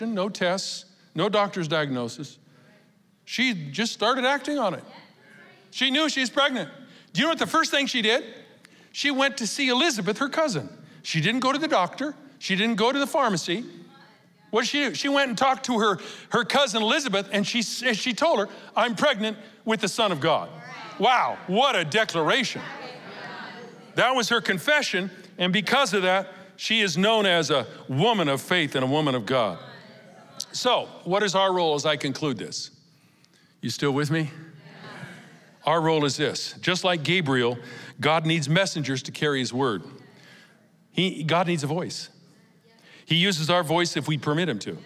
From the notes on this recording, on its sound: Recorded live at Capital Church in Meridian, Idaho